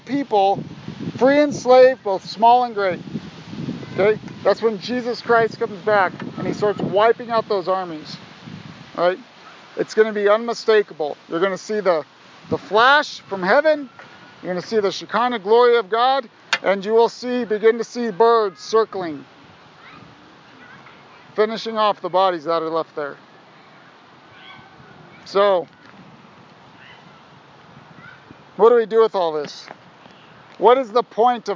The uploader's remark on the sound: Sorry for the wind! I pray your faith is built up in-spite of the noise.